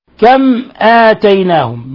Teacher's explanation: ميم ساكنة بعدها الهمزة الحكم التجويدي إظهار شفوي